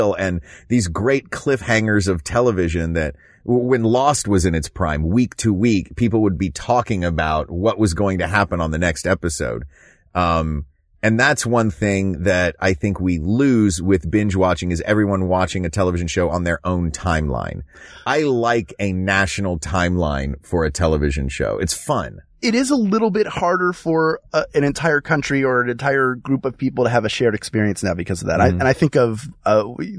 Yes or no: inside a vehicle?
yes